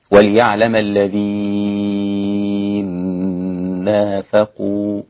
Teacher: إدغام النون في النون الكبير، المثلين الكبير · Term: الإدغام الكبير